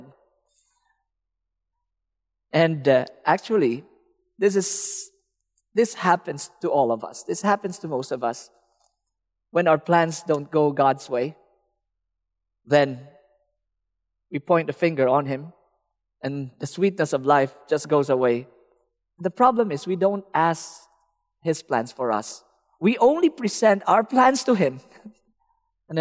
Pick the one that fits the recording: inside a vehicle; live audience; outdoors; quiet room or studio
live audience